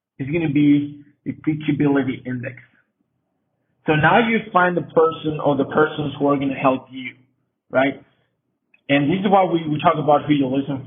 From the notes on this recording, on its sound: Sorry for the quality of the sound, we had some technical problems.